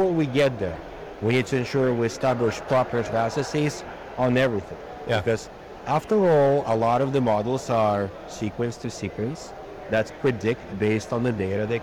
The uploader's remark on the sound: Interview in Action live from CHIME